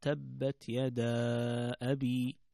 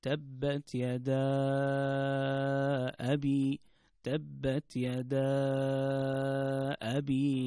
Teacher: المد المنفصل يكون مقدار حركتين تقرأ تبت يدا أبي، أو أربع أو خمس حركات · Term: مد منفصل